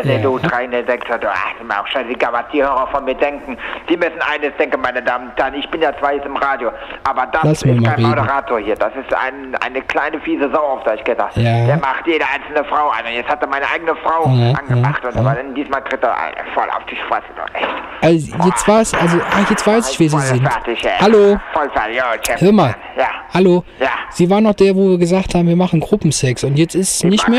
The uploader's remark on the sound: Am Telefon - Die verrückte Call In Show.